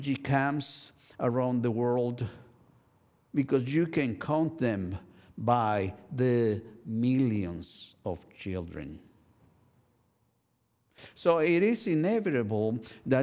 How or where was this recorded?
large echoing room